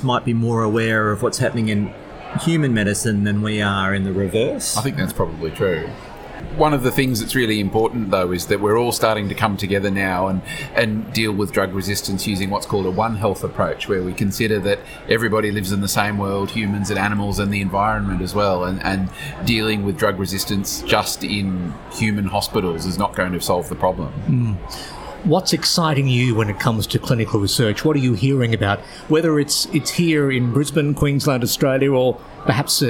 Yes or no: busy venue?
yes